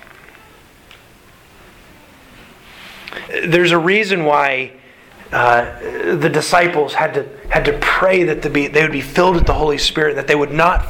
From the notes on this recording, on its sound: Sermon delivered to the Galena Bible Church